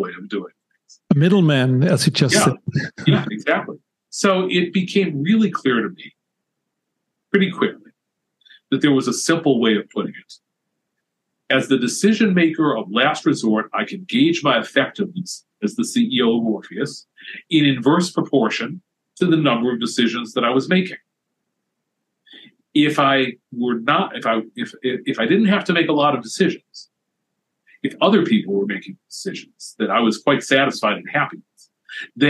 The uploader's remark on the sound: We recorded this episode via Zoom. Before the talk, he lost his voice. To spare his voice and energy, we stopped the recording at a certain point.